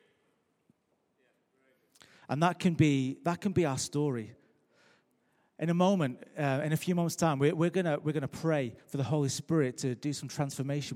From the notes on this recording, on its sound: Recorded live at Life Church on Sunday 12th Novemvber 2017.